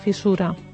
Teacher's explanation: I una fissura que sovint pronunciem incorrectament, i ens escapa una sonora aquí que no hi va, perquè fissura va amb doble S, i llavors hem de pronunciar fissura, sorda